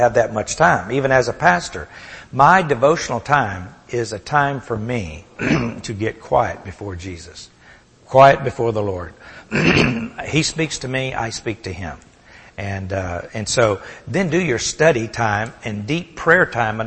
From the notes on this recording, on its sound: Recorded at the Solomon School of Grace Fellowship Int'l in Pigeon Forge, TN.